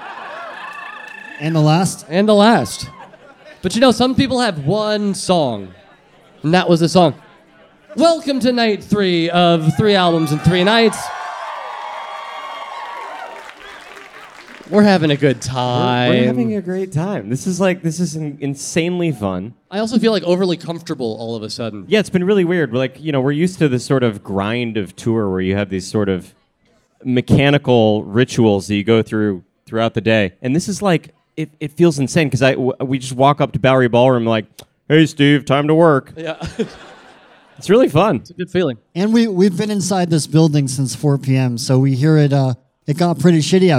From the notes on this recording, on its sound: Live show taping at Bowery Ballroom, New York City